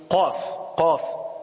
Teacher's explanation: aqsa al-lisan, au niveau du pharynx, avec ce qui suit de la partie supérieure du palais, forme le point d'articulation du qaf, qu'on emphatise, lettre grave. · Quand on dit at-tafrim, c'est l'emphase, on emphatise la lettre, c'est-à-dire qu'on la dit de façon grave